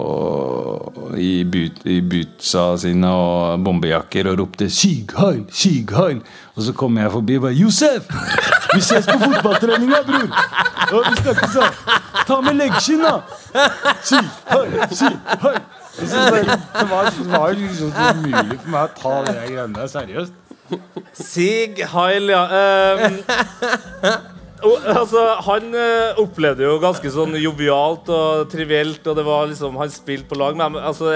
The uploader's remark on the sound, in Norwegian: får du æren av å være publikummer av vårt liveshow fra Slottsfjellfestivalen